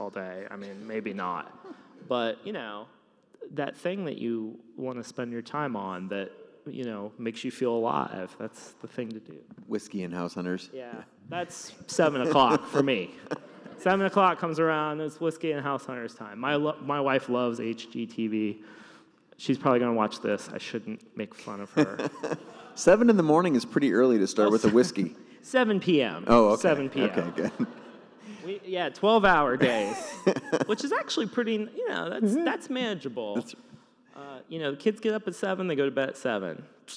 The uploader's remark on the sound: Came out to Seattle and we chatted in front of a live audience! Some great questions, a few good laughs, and it all takes place in a huge church!